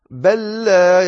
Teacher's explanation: فهذا إدغام متماثلين لأن اللام هي اللام